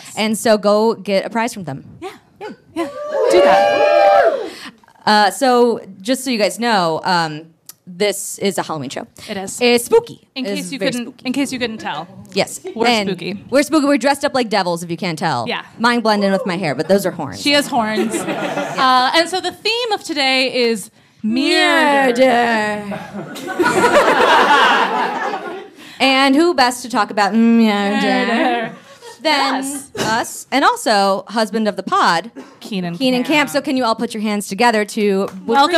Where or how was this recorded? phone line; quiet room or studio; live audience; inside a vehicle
live audience